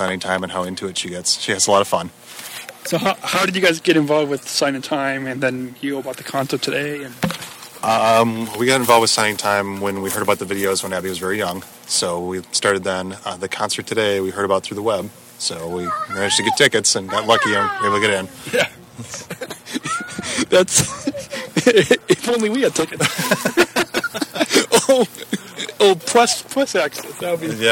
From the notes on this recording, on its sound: Live In Concert From Tennessee. Is podcasting live from Tennessee at the Signing Time Concert.